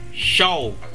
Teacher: chữ O chữ U nó làm nhanh lên nó dính lại với nhau thành O đó